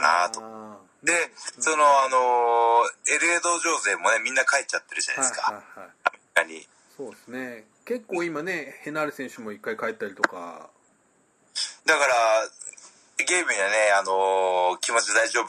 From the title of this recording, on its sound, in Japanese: テレワークで収録やってみた